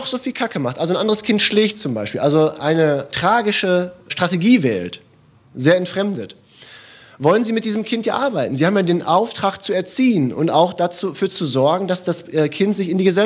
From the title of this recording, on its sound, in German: Live im Uniseminar